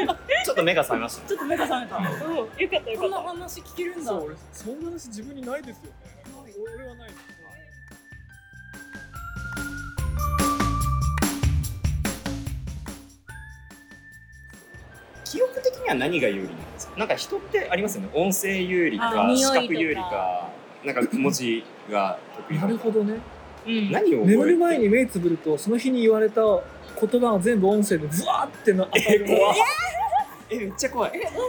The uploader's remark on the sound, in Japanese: スマホのマイクに向かって語りかけながらお届けする心象スケッチ。音質面でいつもよりご不便おかけしてしまうかも知れませんが、その点はご容赦ください。